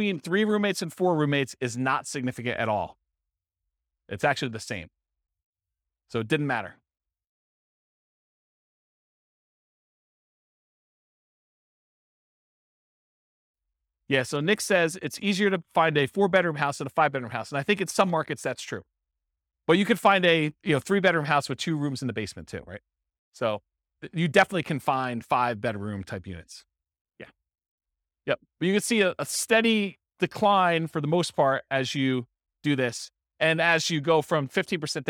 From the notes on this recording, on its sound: This was a live class recorded